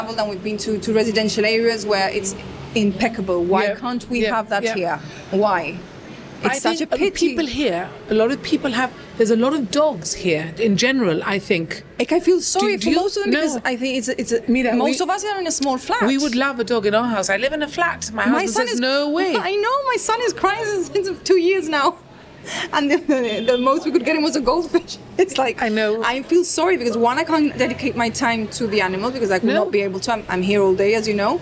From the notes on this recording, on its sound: The recording was on the patio of The Eatalian which explains the traffic noise!